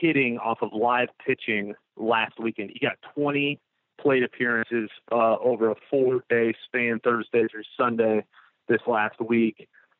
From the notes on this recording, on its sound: joined on the Modern Woodmen phone line (44:50)